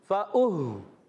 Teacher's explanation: حمزہ ہے، حمزہ کو ہا سے ملانا ہے، ہا کو کلیئر رکھنا ہے. ہا کی ادائیگی حلق کے نیچے والے حصے سے آواز آئے گی